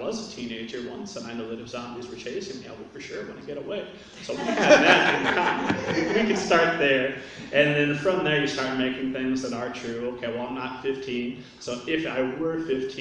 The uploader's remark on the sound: during the Genre Writing Panel at the Indy Author Fair held Saturday, October 14, 2017 at Central Library in Indianapolis